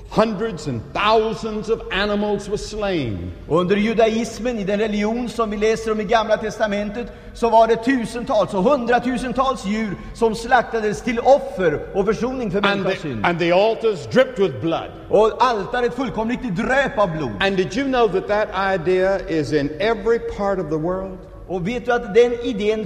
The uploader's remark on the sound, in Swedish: Inspelad i Scandinavium, G&#246;teborg 1977-01-14